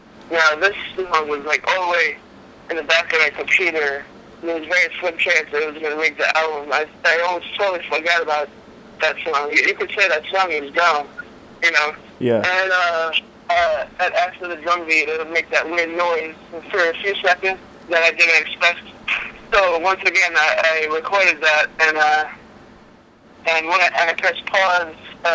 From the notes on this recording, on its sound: on the phone